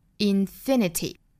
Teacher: 说单词尾部含有字母 y 的话，需要把重音落在倒数第三个音节上。那我们来数一下 infinity 是几个音节呢？infinity 一共是四个音节。那倒数第三个音节呢，就落在了 fi 这个 f 上。所以说 infinity 重读是在倒数第三个音节，也就是在正数第二个音节了。